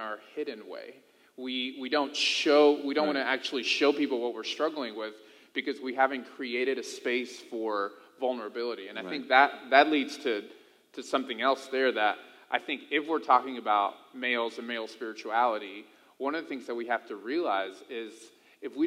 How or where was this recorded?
large echoing room